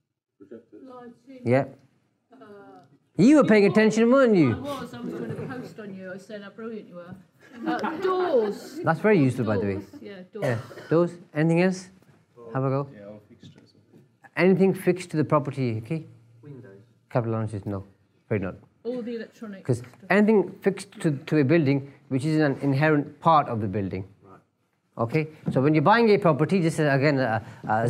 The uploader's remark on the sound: Live from one of his spellbinding events